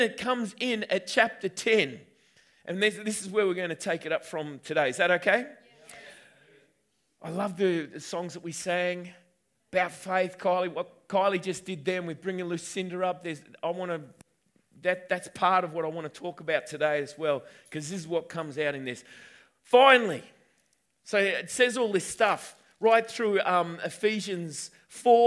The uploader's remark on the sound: At the 9am gathering at River Edge Church.